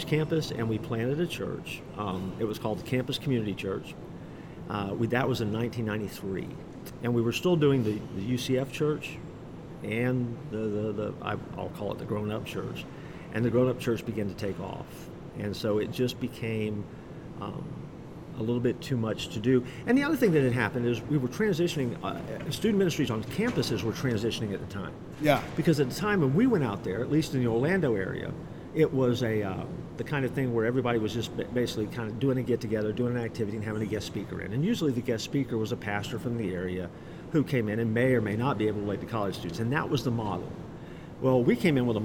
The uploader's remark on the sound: LIVE from CPE 2022!